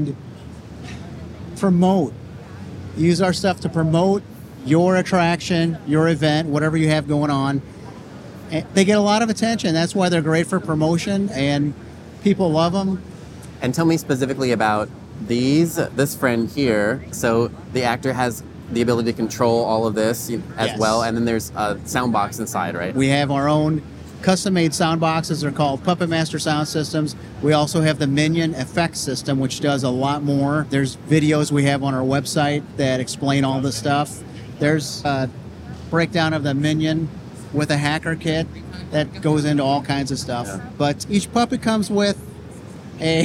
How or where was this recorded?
busy venue